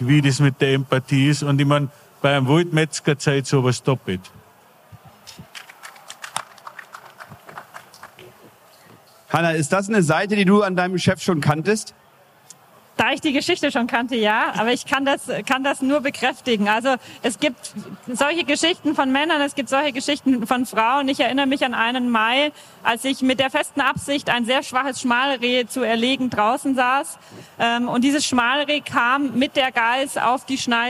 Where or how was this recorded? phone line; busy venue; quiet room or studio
busy venue